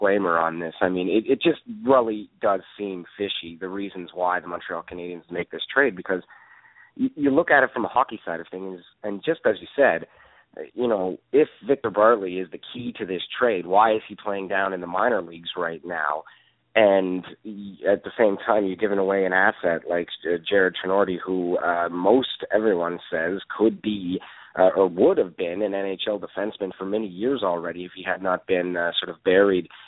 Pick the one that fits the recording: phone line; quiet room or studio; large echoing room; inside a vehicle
phone line